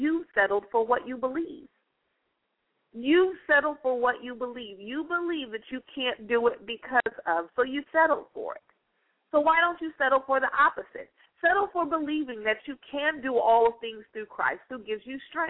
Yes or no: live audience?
no